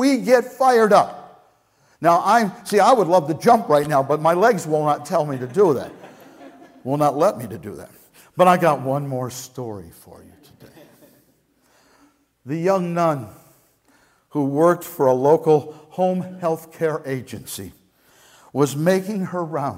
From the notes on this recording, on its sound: Message Preached at Valley Creek Church